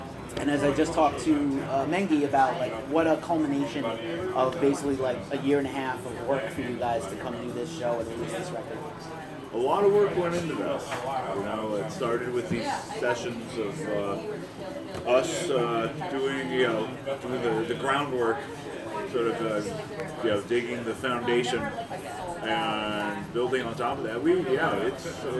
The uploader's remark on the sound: Interviewed at Duff’s Alcohol Abuse Center in Brooklyn, New York